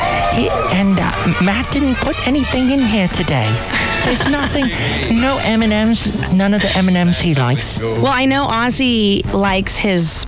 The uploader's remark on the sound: He plays audio from his radio show from twenty plus years ago. Podcasts live from Café Anyway.